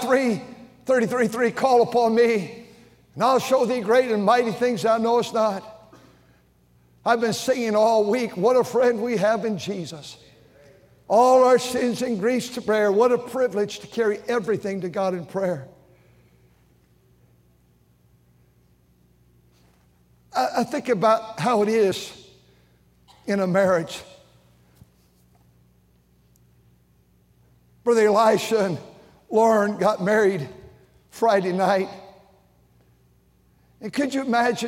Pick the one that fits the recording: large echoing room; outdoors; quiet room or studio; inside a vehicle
large echoing room